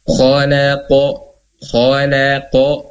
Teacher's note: Nah, ini misalnya di kata-kata yang tidak ada madnya, contohnya khalaqo, khalaqo ya, qo-nya tebal, la tipis